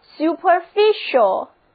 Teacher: 字母 c 在 ial 之前发嘘的音